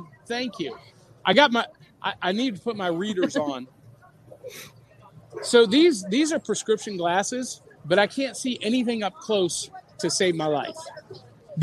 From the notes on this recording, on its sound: Live from Cryptid Con!